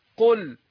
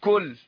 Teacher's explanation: لان القاف والكاف تخرجان من اقصى اللسان، لكن القاف اسفل من الكاف من ناحيه الفم